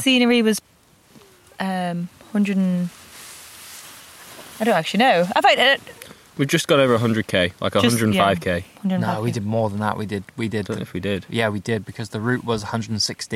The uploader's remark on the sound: This is a small collection of diaries from the road, recorded in the field after some long days on the bike.